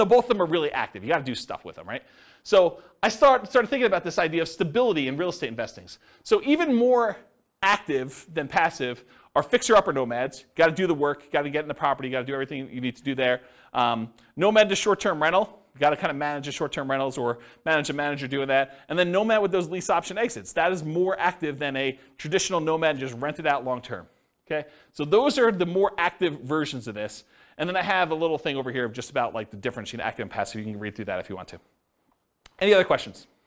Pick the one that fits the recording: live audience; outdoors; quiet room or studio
live audience